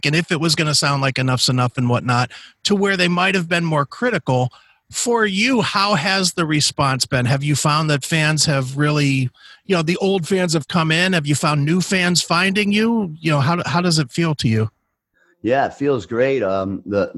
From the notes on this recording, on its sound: called